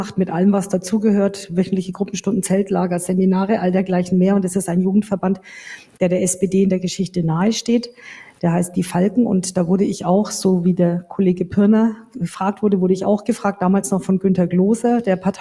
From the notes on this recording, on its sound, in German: Ausschnitte einer Podiumsdiskussion im Nürnberger Presseclub